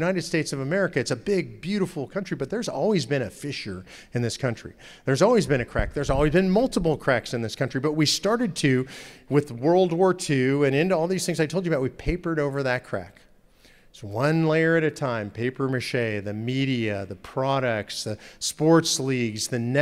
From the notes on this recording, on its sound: In part 2 of his talk at Living Stones Church in Indiana